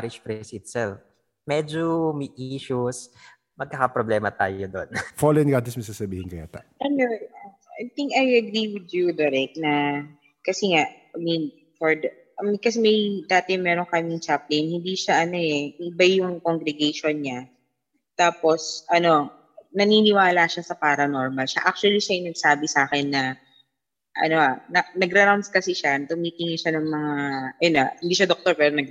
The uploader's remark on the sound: the silent participants in the Zoom Room